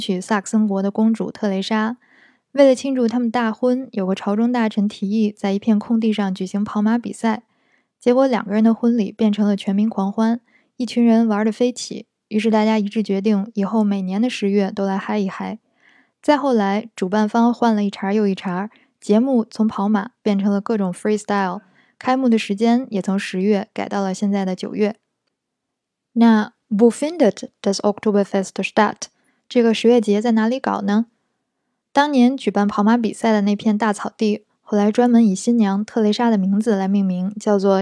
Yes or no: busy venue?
no